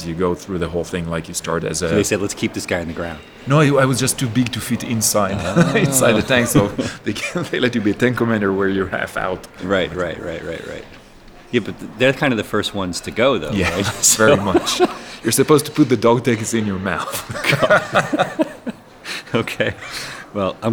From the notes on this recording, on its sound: This podcast was recorded in San Francisco during the recent Bitcoin 2019 conference.